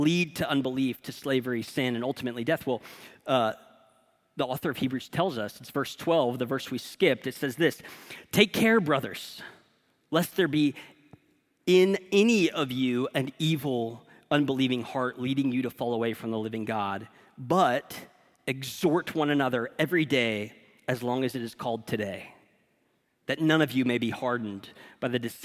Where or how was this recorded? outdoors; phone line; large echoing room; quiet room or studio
large echoing room